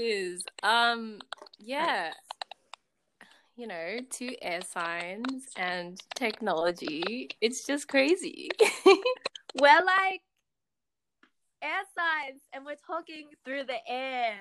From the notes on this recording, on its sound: apologies for the clicky noises and the random cut outs.